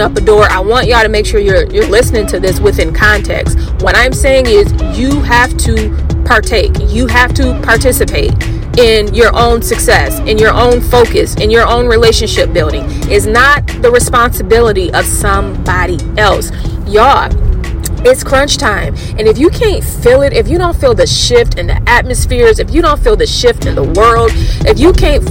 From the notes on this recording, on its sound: uncut, car drive (yes, that's where this podcast was recorded)